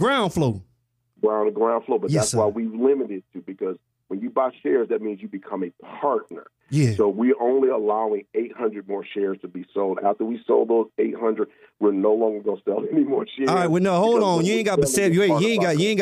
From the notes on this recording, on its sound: We also had a special guest call.